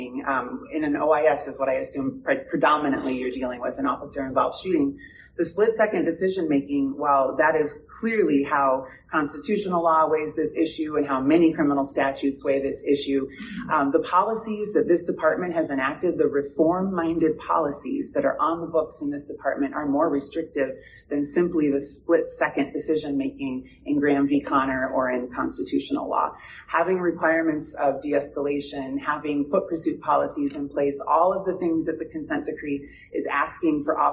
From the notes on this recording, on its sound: audio from a public meeting of the Chicago Police Board on Feb 22 2024